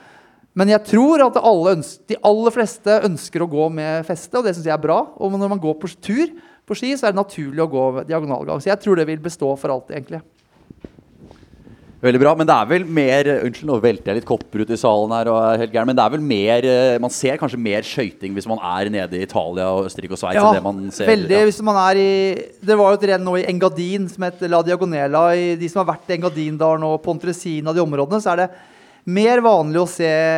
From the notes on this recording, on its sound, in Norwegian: Holmenkollmarsjen live fra Kikutstua. Spilt inn live på Kikutstua.